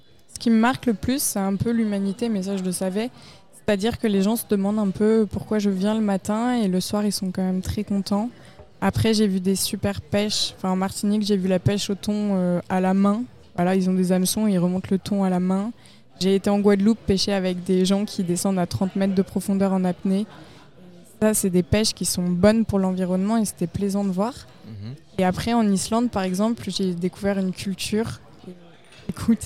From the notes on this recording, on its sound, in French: Elle est de passage au Québec. Merci au restaurant le Renoir pour l'accueil lors de l'enregistrement du podcast.